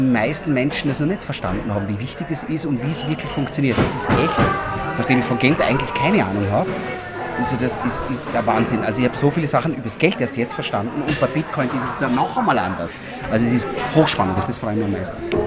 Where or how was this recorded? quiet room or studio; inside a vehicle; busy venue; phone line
busy venue